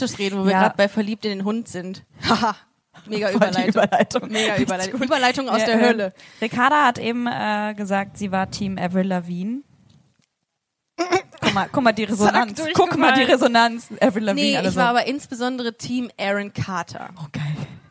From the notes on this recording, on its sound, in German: Busenfreundin LIVE aus Essen